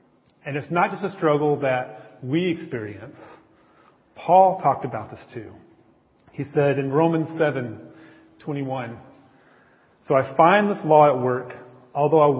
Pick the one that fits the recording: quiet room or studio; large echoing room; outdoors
large echoing room